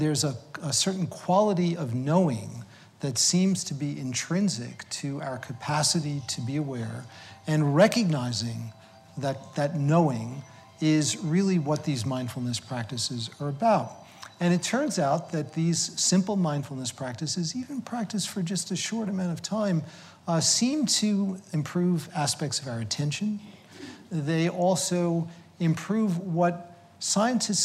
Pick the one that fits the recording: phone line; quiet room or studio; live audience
live audience